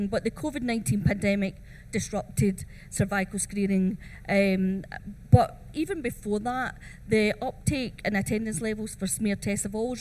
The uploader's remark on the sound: At the Med-Tech Innovation Expo during the Med-Tech Innovation Conference